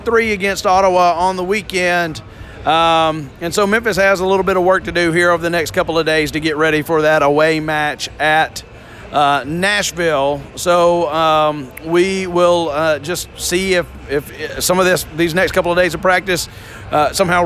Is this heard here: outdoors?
yes